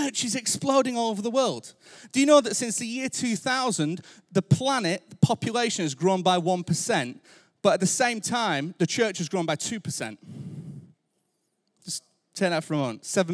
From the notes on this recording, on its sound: Recorded Live at Life Church Lancashire.